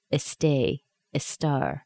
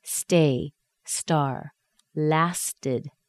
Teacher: It's a combined sound of ST. There's no vowel sound before it. · Shown in: second take